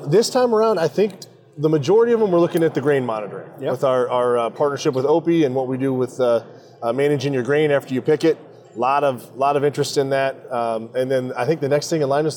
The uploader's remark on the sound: Live from the show floor in Des Moines at the Iowa Ag Expo 2024.